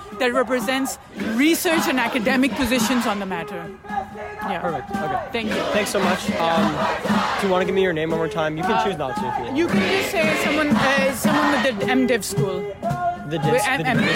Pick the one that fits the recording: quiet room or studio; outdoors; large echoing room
outdoors